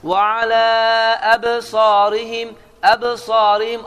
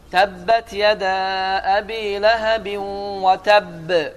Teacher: B hərfini əksəda etdi, amma çox etmədi. · Shown in: first take · Çünki Əbsarihim sözündə olan Əbsarihim bə hərfi ayənin ortasındadır. · Term: kiçik əksədadır